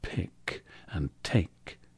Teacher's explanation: the aspirated voiceless plosives of pick and take